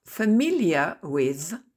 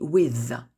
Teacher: on dit with, avec la langue entre les deux dents